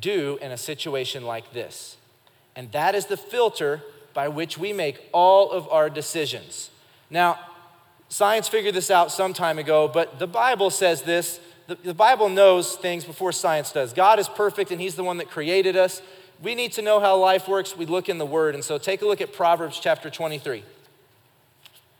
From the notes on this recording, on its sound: Recorded live during our Wednesday night service